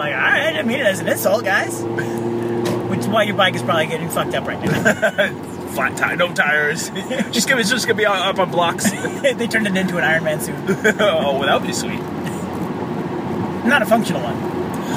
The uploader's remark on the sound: Talk nonsence while driving to get ice cream.